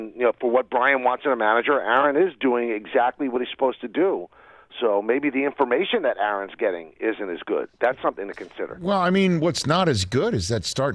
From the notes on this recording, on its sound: takes a call from his Boston sports fan brother-in-law who calls